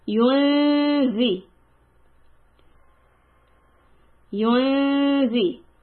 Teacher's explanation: We are going to hide the noon sound, but we are going to keep the غُنَّة sound. · Term: إِخْفَى